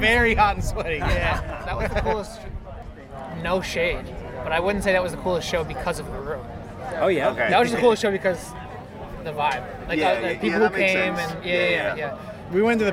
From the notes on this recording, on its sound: In this instalment of our interviews from 2000 Trees Festival